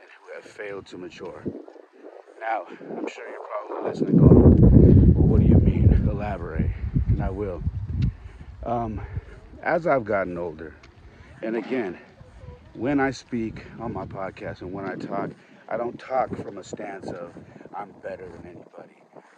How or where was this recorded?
outdoors